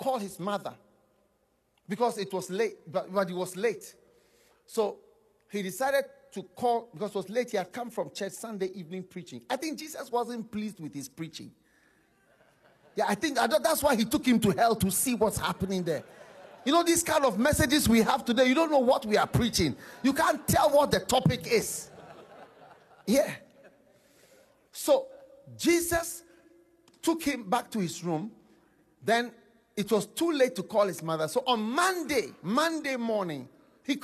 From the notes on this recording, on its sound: Preached at the Breakthrough in Ministry Conference, Pittsburgh- Pennsylvania, USA.